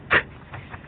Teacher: اقصى اللسان تحت مخرج القاف قليلا، ويخرج منه الكاف